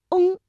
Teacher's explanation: 先发韵腹哦，然后舌头后缩，软腭下降，用舌根抵住软腭，气流从鼻腔通过，归音到嗯，唇形始终是拢圆的 · Term: 后鼻音韵母